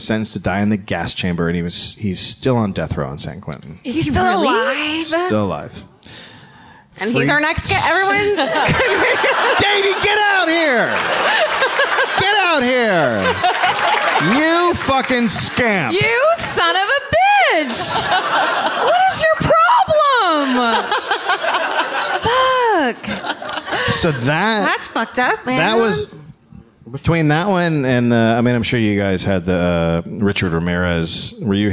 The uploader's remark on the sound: Live from LA Podcast Festival. It's the first ever live My Favorite Murder broadcast from the LA Podcast Festival.